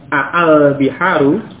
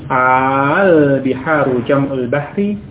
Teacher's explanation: Dua hamzah tersebut dijadikan satu dengan mat, dengan bacaan yang panjang. · Shown in: second take · Jadi bukan al biharu, ya. · Term: bacaan panjang